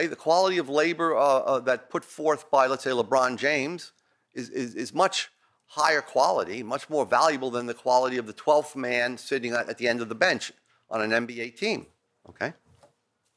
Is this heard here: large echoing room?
yes